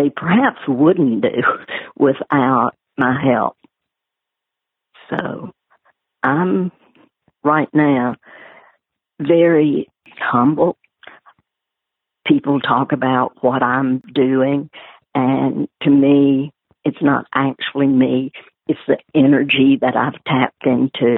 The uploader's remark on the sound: She joined me by phone for this very interesting, personal in-depth look.